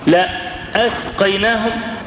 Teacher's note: حرف الألف بالهمزة المقطوعة تحس ان فيه شدة، في وقفة كده. فلما تقرأ قوله تبارك وتعالى وأن لو استقاموا على الطريقة لأسقيناهم، شوف الألف دي، لأسقيناهم، مع قوله تبارك وتعالى وسقاهم ربهم شرابا طهورا، شوف الفرق بين سقى وأسقى.